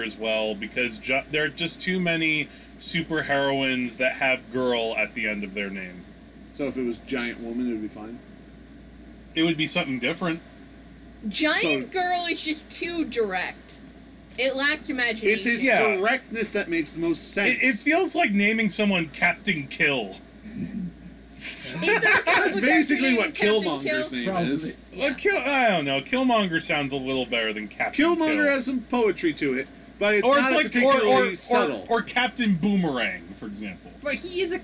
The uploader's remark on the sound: Forgive the audio background noise, we need air conditioning in this furnace of a climate.